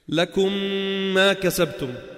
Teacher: فقط أدغمناهم فصارت ميم مشددة، وهذا اللي هو حقيقة حرف الشدة.